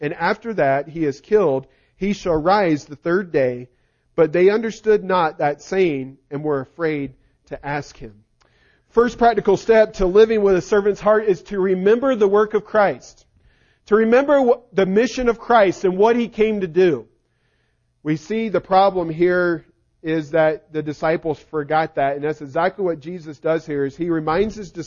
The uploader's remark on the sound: Recording of the sermon